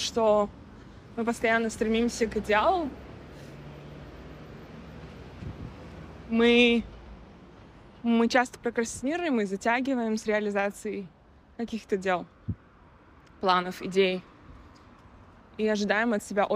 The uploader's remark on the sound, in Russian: Звуковая прогулка-рефлексия. В этом соло эпизоде я приглашаю вас на звуковую прогулку по городу Алматы. И все это на фоне звуков города.